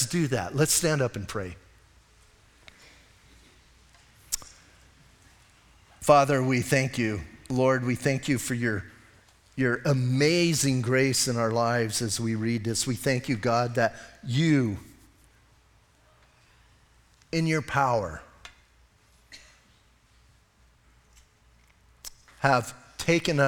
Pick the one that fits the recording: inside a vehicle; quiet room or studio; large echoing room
large echoing room